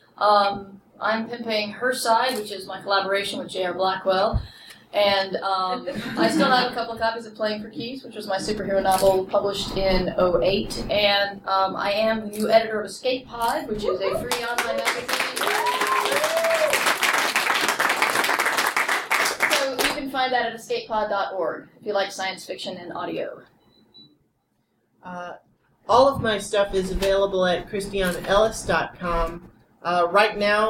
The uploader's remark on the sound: Live From Balticon!